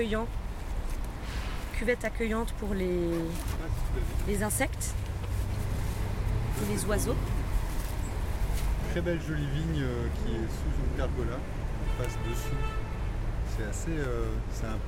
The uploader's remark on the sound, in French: L'équipe promène son micro au Marais Wiels. L'équipe a tendu les oreilles et ouvert les yeux sur la faune sauvage qui nous entoure en ville: escargots, oiseaux, etc.